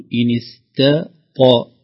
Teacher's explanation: نقول إن استطاع، يرتفع لسان عند الطاء من بمعظمه إلى أعلى الفم، أما التاء تكون مرققة بطرف اللسان · Term: ترقيق التاء